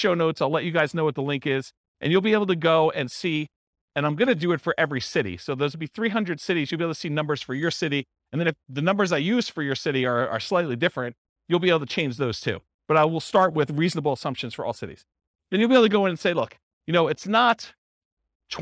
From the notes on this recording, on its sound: This was a live class recorded